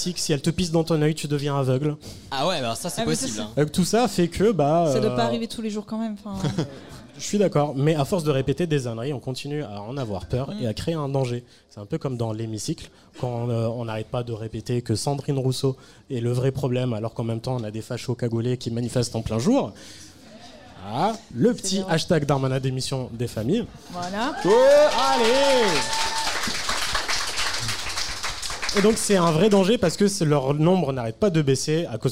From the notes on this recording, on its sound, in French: Live au Culture Fest. QUEL PLAISIR d'enregistrer cet épisode en public au Culture Fest !